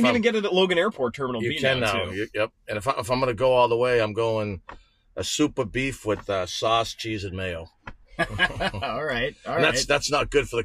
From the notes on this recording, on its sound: Coach in the Car Segment. "Coach in the Car", talking shop in the back seat of our whip.